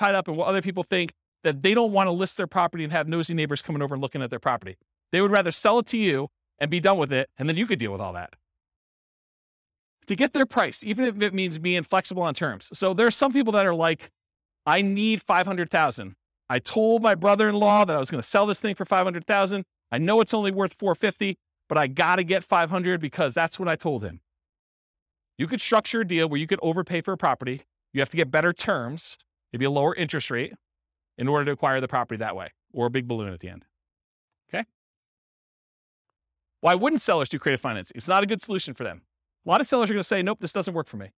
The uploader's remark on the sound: Real estate investors and real estate entrepreneurs in San Francisco, California. This was a live class recorded to give investors a solid qualitative overview of all the different real estate investing strategies.